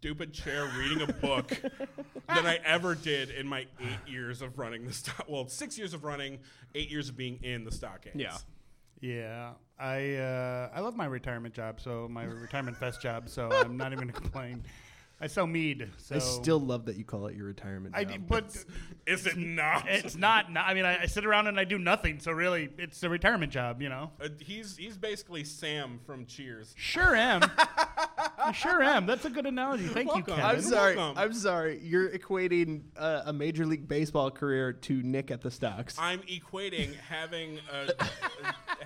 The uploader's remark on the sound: Here is the recording from B3E's live broadcast from DIE LAUGHING 6, hosted by Fearless Comedy Productions. It was 730 in the morning and we were drinking large Irish coffees.